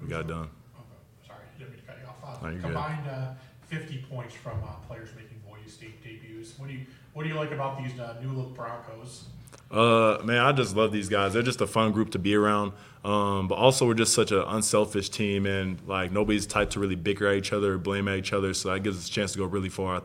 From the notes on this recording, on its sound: LIVE at ExtraMile Arena